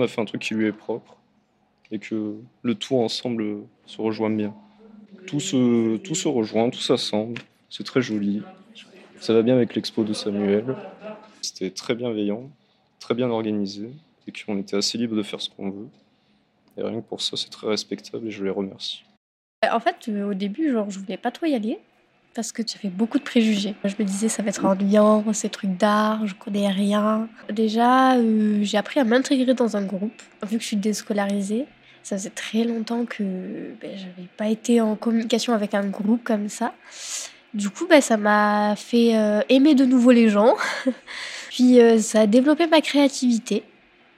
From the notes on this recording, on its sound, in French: Un défi relevé avec brio puisque ce sont huit œuvres puissantes et engagées qui ont été présentées lors de la restitution publique où j’ai enregistré cet épisode.